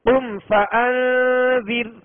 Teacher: फसबिर फसबिर, कुम फअंजिर, कुम में मीम साकिन के बाद हर्फ फा है लिहाजा यहां पे इजहार शफवी होगा, गुन्ना नहीं करेंगे